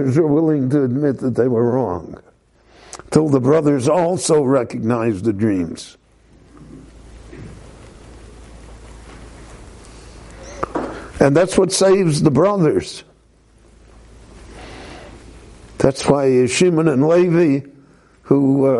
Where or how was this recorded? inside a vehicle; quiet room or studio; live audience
live audience